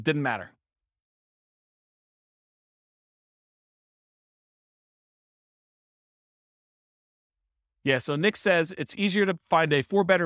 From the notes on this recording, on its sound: This was a live class recorded